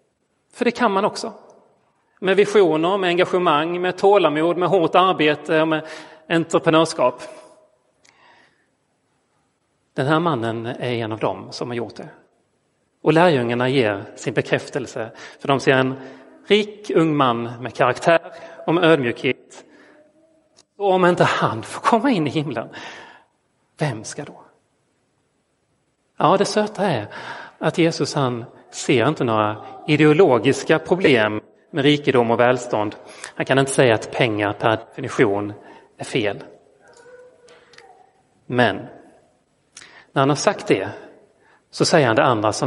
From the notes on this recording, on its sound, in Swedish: Inspelad i Roseniuskyrkan den 16 oktober 2022.